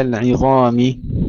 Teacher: ترقيق العين تفخيم الظاء